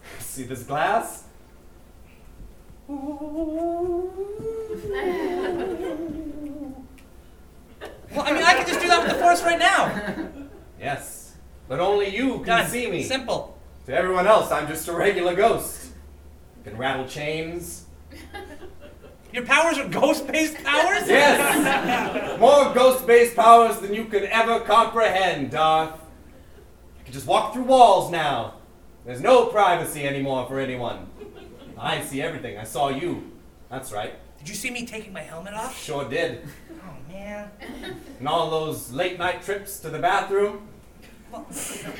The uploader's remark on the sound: live at the 2017 Edmonton Fringe Festival